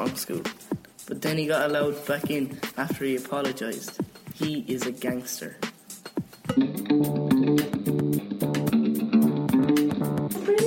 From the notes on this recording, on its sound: The Songschool Show live from Mary Immaculate Secondary School Lisdoonvarna, Co Clare. Recorded two workshops with the talented TY's in Mary Immaculate.